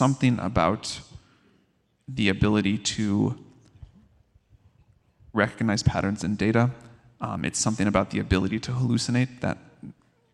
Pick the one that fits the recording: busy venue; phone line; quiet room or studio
busy venue